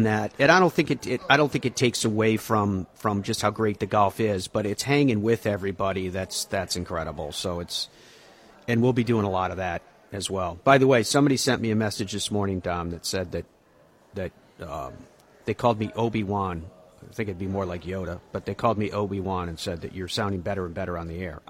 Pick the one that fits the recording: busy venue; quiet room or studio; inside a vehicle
busy venue